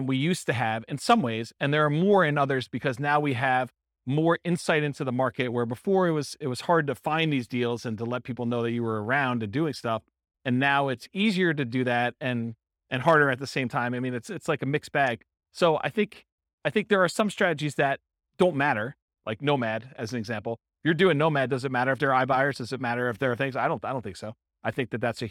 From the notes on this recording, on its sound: This was a live class recorded